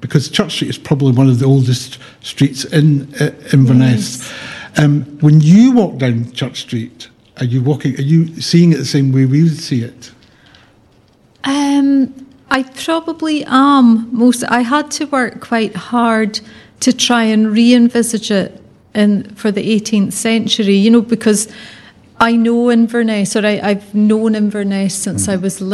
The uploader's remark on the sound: In front of a live and lively audience at the new Inverness Festival of Walking & Wheeling.